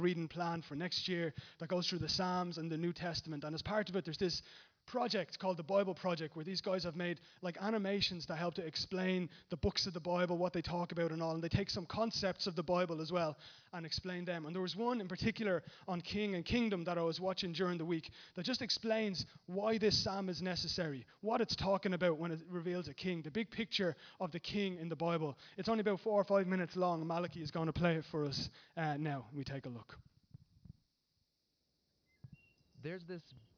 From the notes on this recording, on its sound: Recorded live at Liberty Church on 24th March 2019